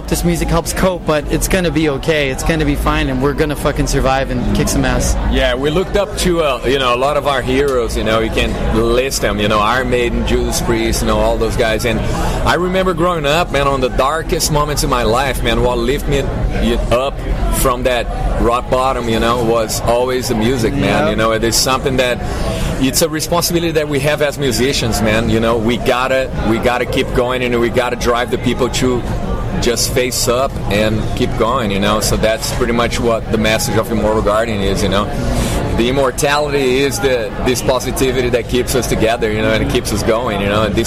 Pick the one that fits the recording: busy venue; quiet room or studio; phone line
busy venue